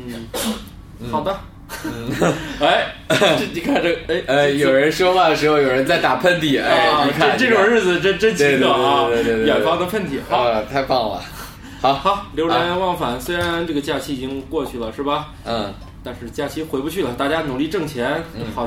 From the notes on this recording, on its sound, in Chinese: 本期节目为在张大妈办公区用录音笔录制，可能有街道上的杂音，请见谅。